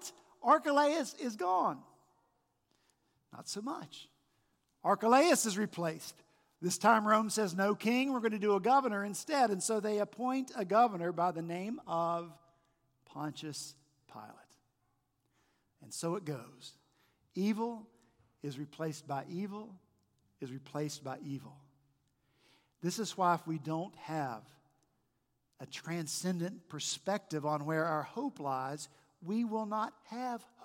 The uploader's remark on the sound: this past Sunday, February 4 at Redeemer Presbyterian Church in Charleston, SC